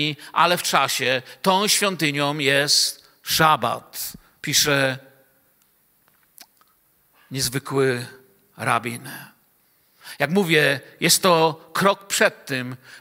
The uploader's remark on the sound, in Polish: Wykład nagrano podczas wieczoru z Biblią w Kościele „Filadelfia” Bielsko Biała.